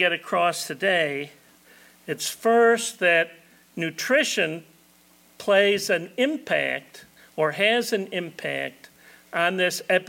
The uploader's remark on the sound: This talk was given at the 2022 Tri-State Dairy Nutrition Conference